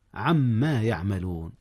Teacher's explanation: عما إدغام هنا يا أستاذنا، أدغم نون عن في ميم ما، عما يعملون، والأصل عن ما.